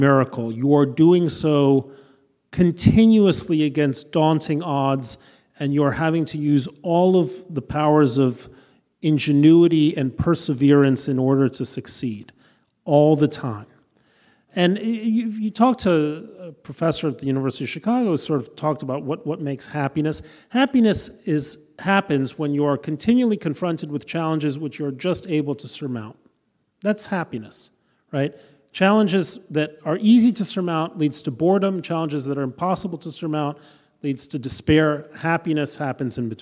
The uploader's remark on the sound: a recording of the live conversation